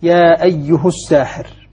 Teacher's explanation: وجه القراءة على أنه يقرأها بضم الهاء على إتباع الهاء لما قبلها من الضم الذي قبلها